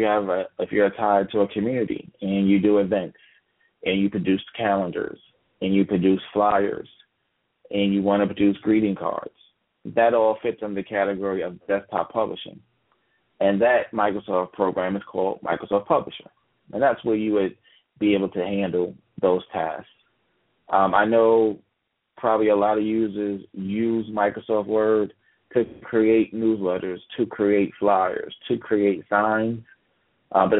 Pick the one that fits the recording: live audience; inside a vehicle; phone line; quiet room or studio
phone line